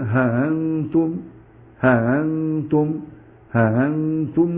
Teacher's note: حذف الالف الذي بعد الهاء، ثم بعد ذلك سهل الهمزة همزة انتم فتصير ها انتم · Term: التسهيل